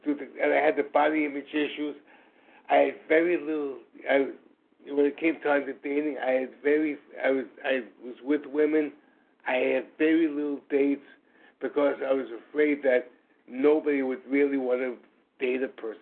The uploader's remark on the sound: from the 100 Pounders Phone Meeting